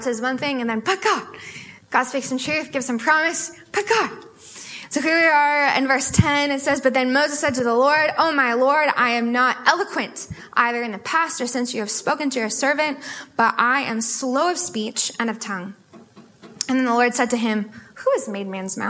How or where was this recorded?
live audience